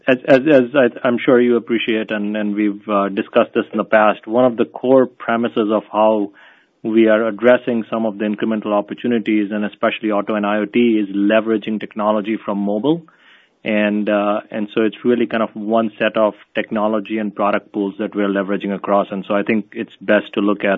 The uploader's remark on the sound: Earnings Conference Call